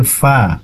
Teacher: Huruf fa itu adanya di dua bibir, ya. Jadi fa itu bukan pa tapi fa, ya. Ada nafasnya yang keluar.